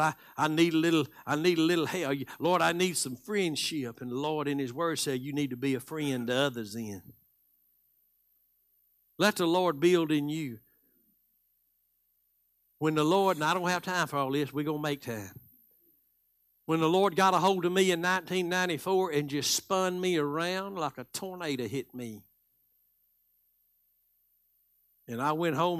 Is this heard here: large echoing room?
yes